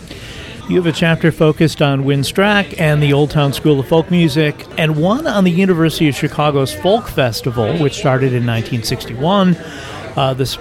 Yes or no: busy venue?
yes